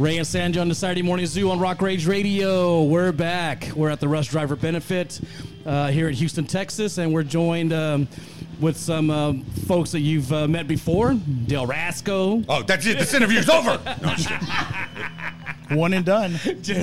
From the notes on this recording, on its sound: This episode was recorded live at the Russ Driver Benefit on July 9 in Houston, TX.